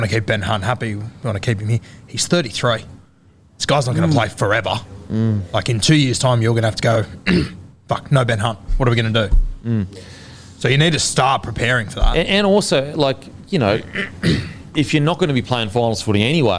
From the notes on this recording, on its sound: in front of our live crowd